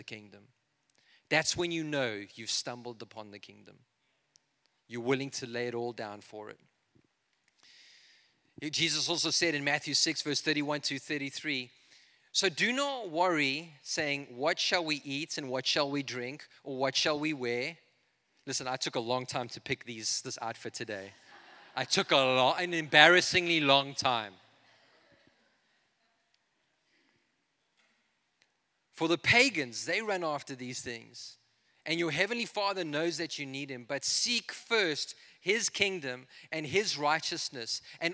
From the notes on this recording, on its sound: This is a message I preached in Revive Church.